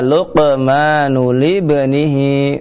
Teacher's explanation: libanihi dengan qalqalah pada huruf ba